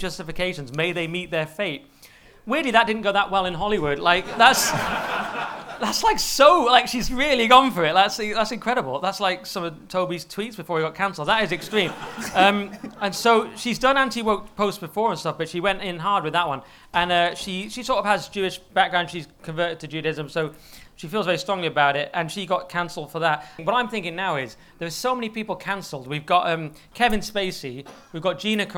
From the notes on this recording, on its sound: Live at the Hippodrome. Live from The Hippodrome in London’s Leicester Square!